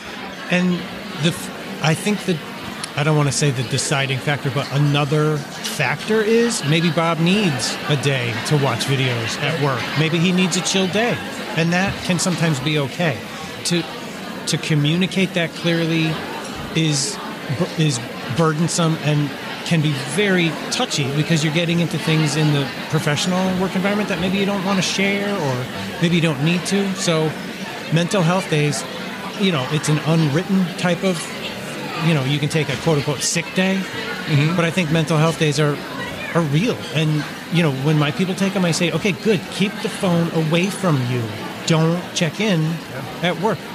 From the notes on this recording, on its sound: travel to Groton Connecticut at the invitation of the Connecticut Library Association to speak during their conference lunch period